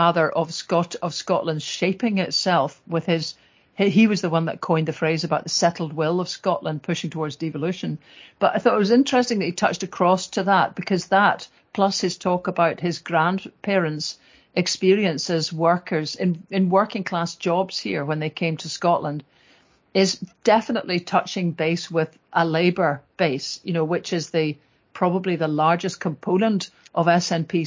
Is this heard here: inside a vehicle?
no